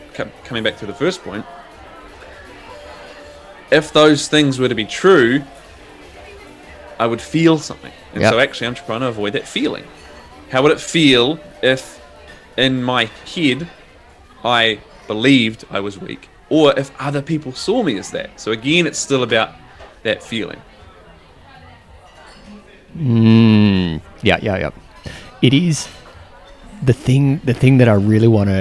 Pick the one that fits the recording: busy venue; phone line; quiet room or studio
busy venue